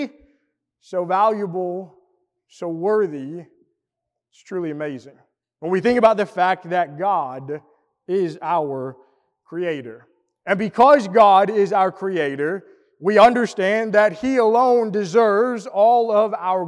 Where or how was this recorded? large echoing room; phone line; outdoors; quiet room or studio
large echoing room